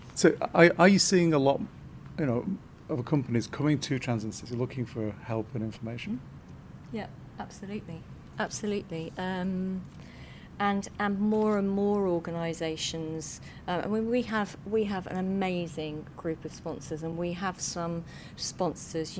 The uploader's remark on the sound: This interview was recorded at the London Stock Exchange (LSEG) during Trans in the City's Closing of the Stock Exchange Event for Trans Awareness Week, Nov 14th 2023